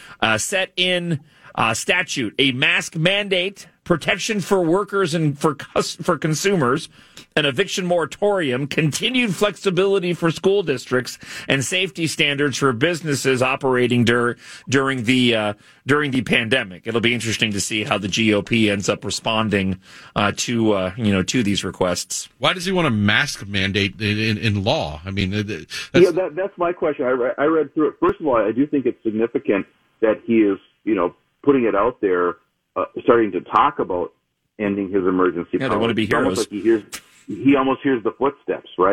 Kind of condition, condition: link, phone line